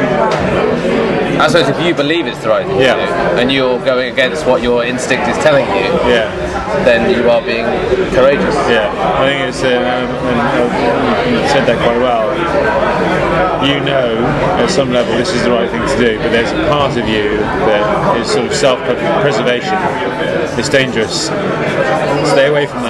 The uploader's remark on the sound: Fountains Abbey, Paddington, UK. The boys enjoy a pint in a pub with a historical connection to Sir Alexander Fleming.